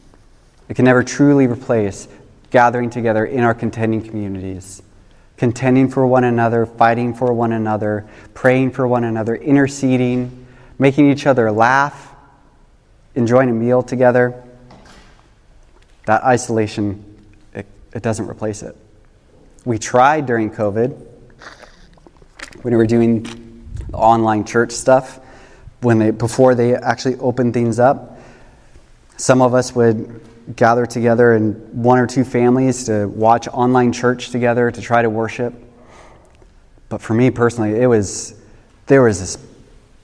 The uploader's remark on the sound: This message was recorded on December 31, 2023, at Union Ridge School in Ridgefield, Wa.